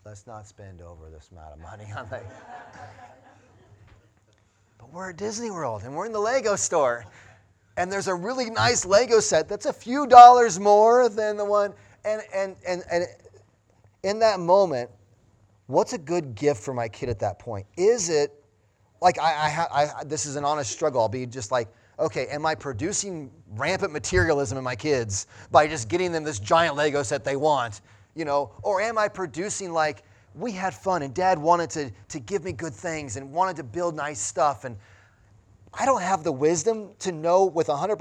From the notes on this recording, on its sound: Sunday Morning Sermon Audio